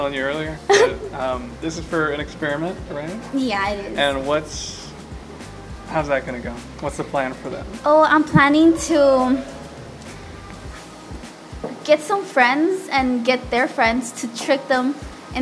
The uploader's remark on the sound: Apologies for the wind, I had forgotten my wind sock at home.